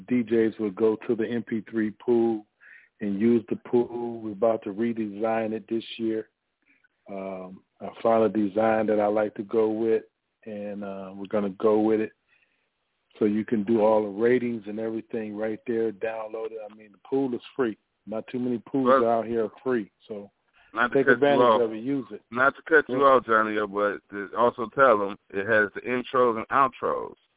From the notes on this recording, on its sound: NerveDJs Bi-Weekly Conference Call